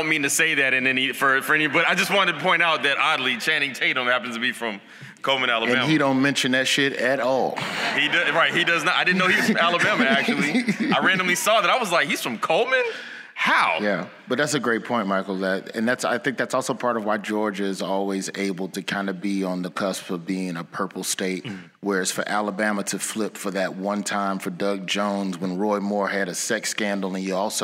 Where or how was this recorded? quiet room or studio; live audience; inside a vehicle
live audience